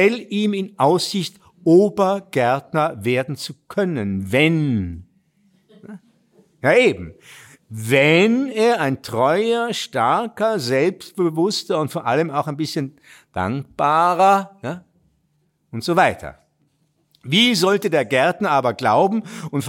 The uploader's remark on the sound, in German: Sie hören einen Mitschnitt eines Abends Anfang Oktober 2019 in Absam.